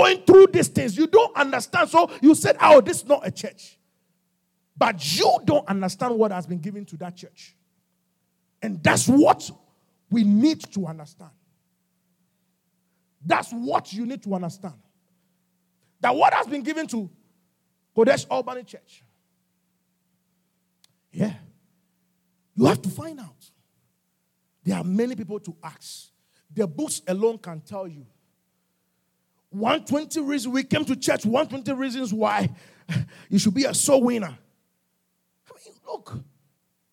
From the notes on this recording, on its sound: QFC Charis Center - Albany, NY. Revelation Service | LIVE from Charis Center | Albany, New York.